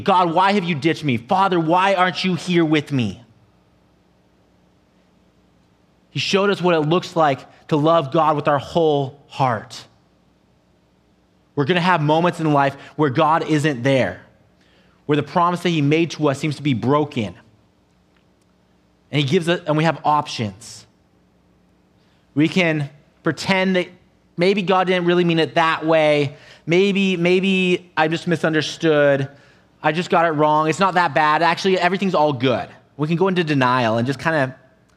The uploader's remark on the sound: an audio only recording of our service